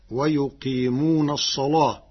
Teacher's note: قرأ ورش كلمة الصلاة بتغليظ اللام لوقوعها بعد صاد مفتوحة فتصير هكذا ويقيمون الصلاة وهم بالآخرة.